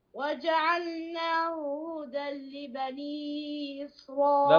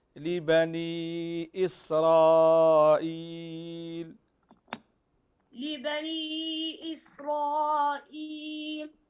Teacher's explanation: حقق الهمزة في إسرائيل · Shown in: second take